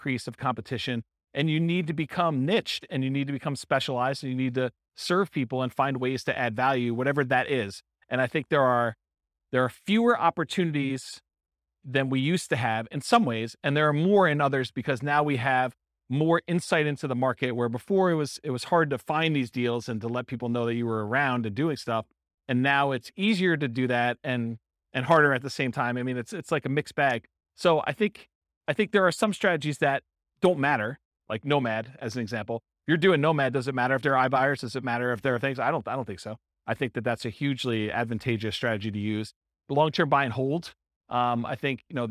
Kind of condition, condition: setting, live audience